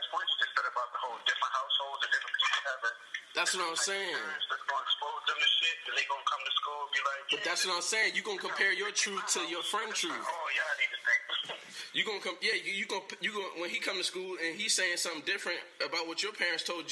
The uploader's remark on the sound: An elevated conversation over the phone